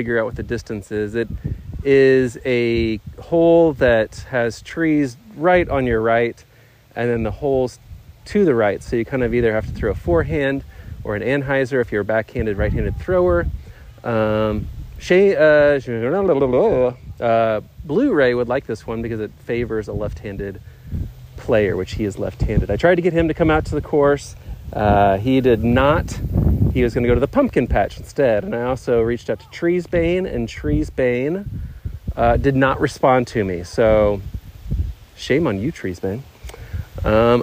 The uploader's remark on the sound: I played a round by myself at Lake Shore DGC and every once in a while I recorded some thoughts